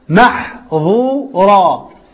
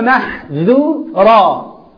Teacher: مثلا تأتي كلمة محظورا وقولها محذورا، من التفخيم للظاء عمل ترقيق، فانقلبت من ظاء إلى ذاء